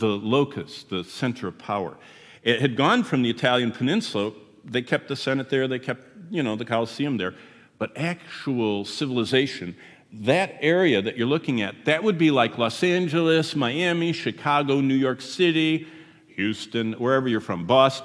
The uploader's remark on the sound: Here is our third session at the prophetic conference we just finished at Word of Life in Hudson, Florida.